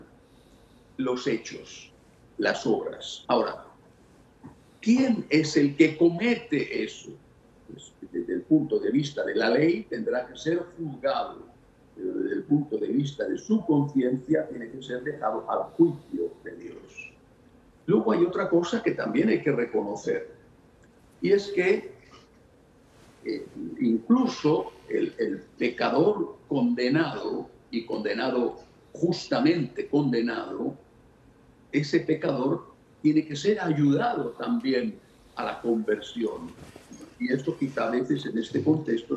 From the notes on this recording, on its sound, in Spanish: en este enlace virtual desde Houston, Texas